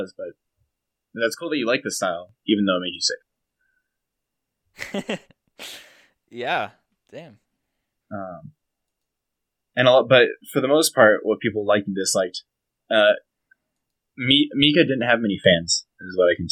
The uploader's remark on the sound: Apologies for the audio issues in this one!